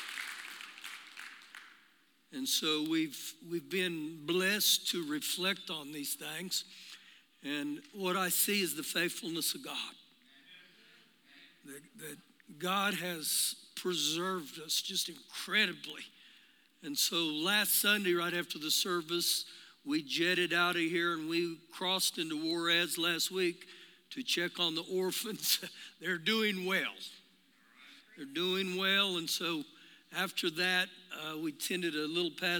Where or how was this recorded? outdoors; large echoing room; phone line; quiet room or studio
large echoing room